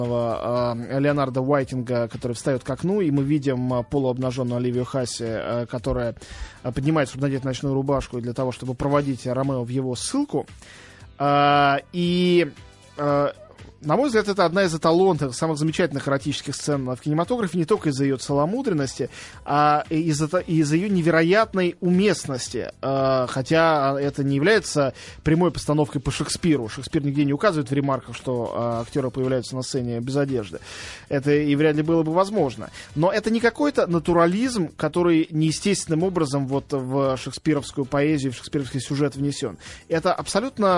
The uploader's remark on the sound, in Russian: по телефону